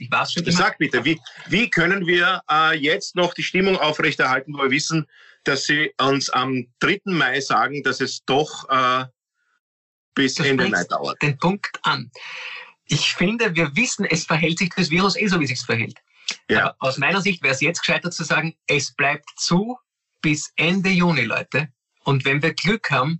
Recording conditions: video call